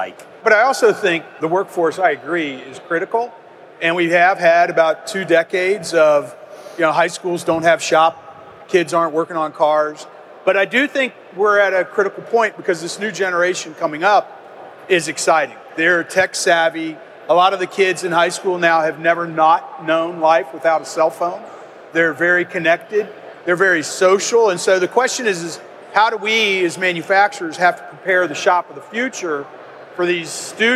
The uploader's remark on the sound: MakingChips is back with another live podcast from IMTS 2018.